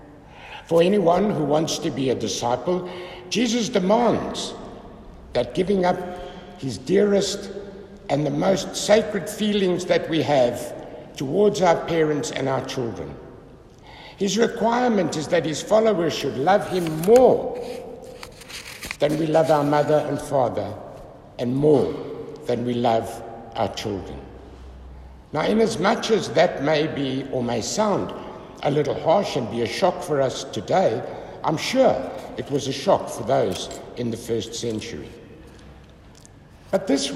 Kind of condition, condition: setting, large echoing room